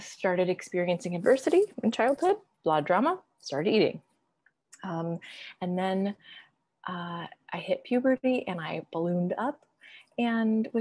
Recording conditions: video call